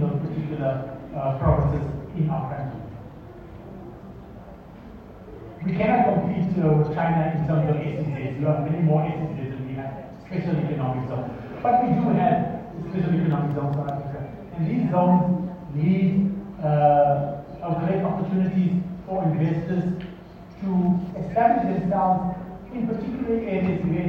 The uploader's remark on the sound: Zhejiang Jinhua-South Africa Trade & Investment Promotion Conference, held at the Gallagher Convention Centre.